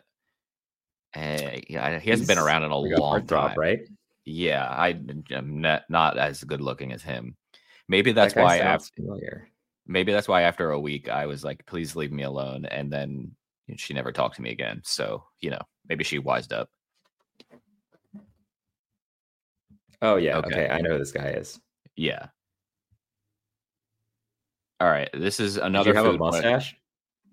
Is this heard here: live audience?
no